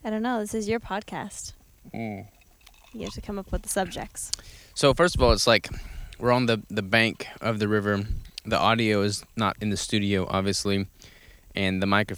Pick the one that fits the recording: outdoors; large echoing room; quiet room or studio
outdoors